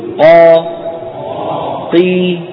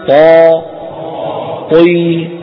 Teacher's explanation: قي كم هي ضعيفة؟ بينما طا طي لو كسرات بتبقى ما شاء الله كبيرة